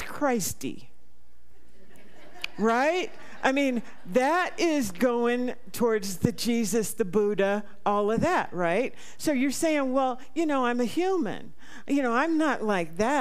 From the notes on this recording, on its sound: This talk/meditation was recorded live at the Center for Spiritual Living Prescott on [Date].